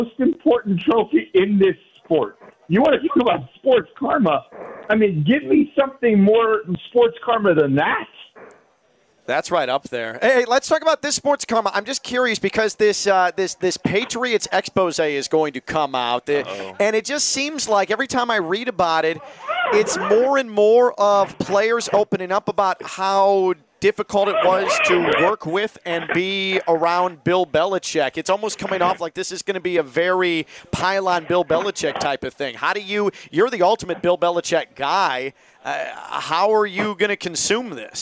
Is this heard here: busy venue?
yes